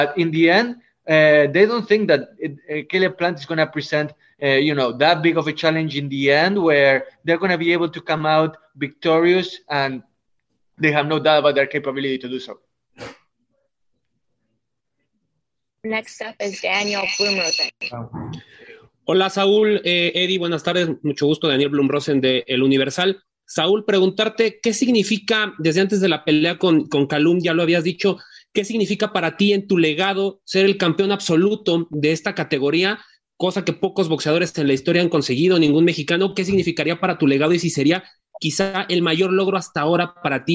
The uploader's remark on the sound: will hold a Zoom conference call